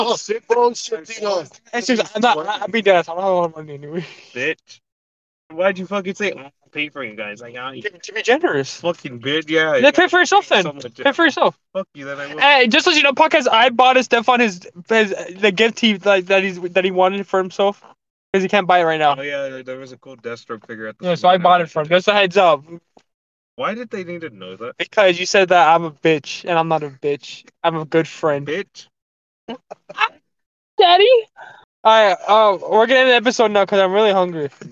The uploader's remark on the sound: Our first podcast episode in a car, mic quality needs work but its a first.